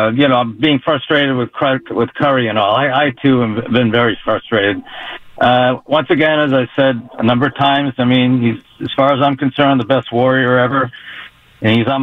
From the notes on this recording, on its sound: take calls from the audience